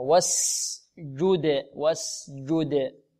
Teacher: لابد من إيضاح السين هنا وإيضاح الجيم وإعطاء الجيم شدتها، والدال مقلقلة.